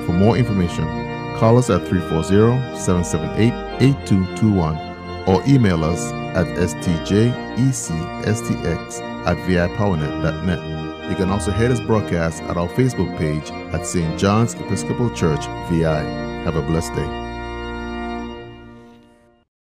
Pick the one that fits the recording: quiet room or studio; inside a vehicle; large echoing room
large echoing room